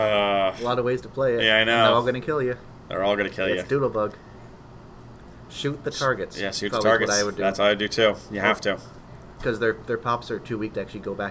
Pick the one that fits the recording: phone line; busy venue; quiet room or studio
busy venue